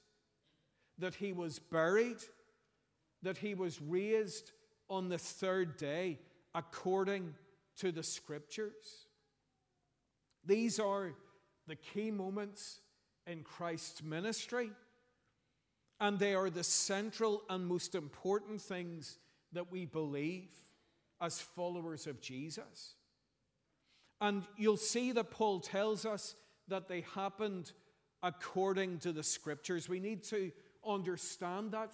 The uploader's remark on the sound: preached at our Easter Sunday evening service